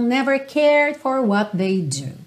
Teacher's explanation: Muito provavelmente você não vai ouvir o D do cared, ok? Porque já tá fechando ali, já enrolou a língua, já vai fechar a boca.